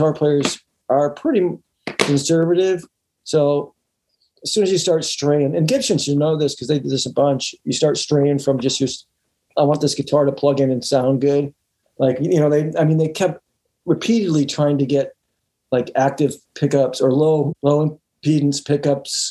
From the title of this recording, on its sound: remote ZOOM